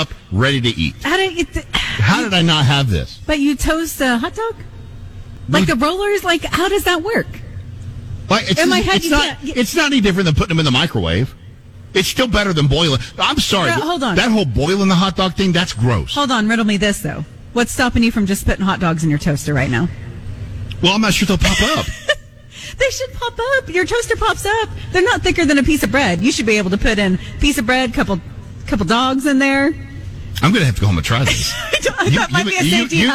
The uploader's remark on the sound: our show LIVE at Dunkin!